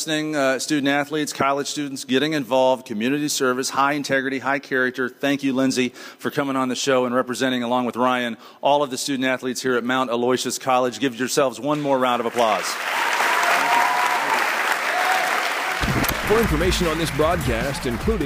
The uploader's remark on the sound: Live at Mount Aloysius College